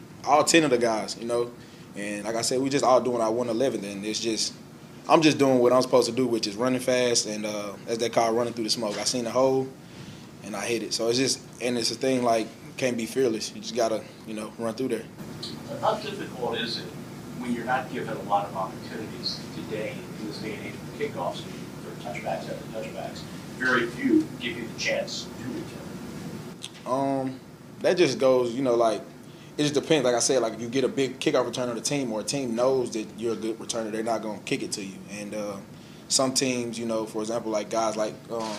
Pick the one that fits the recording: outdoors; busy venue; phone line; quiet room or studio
busy venue